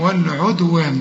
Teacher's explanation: طبعا أنت عرفت إن الدال بتقلق ما دام عليها السكون